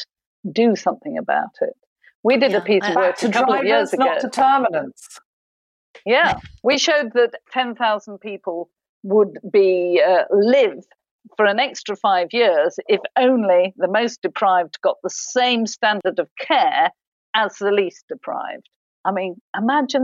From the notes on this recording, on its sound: Via Zoom.